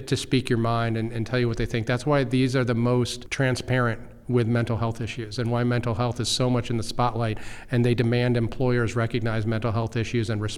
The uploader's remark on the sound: we recorded at Ogletree Deakins’ national Workplace Strategies seminar